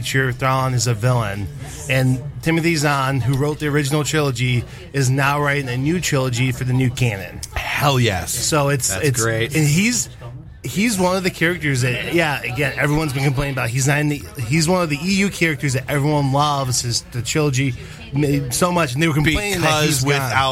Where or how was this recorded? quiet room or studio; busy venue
busy venue